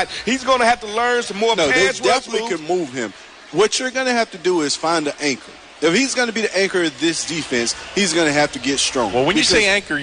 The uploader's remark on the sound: 2018 Redskins Draft Party. Live from FedEx Field!